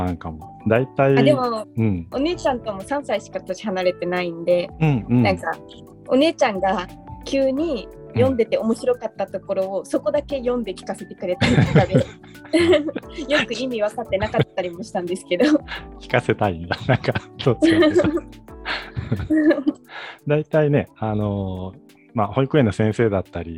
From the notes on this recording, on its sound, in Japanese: 収録の環境により、少しノイズが入っています。